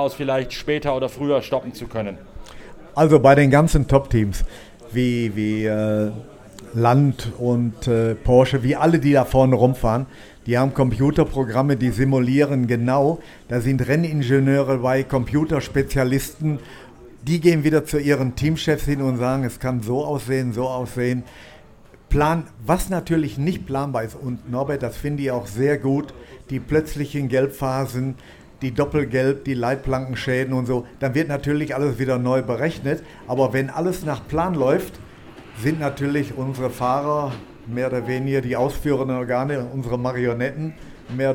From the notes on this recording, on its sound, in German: Live aus dem Shell Helix Ultra-Track Lab auf dem Nürburgring. Meldet sich live aus seiner Box, nachdem er sich eigens für unseren Podcast von der Boxenmauer losgeeist hat.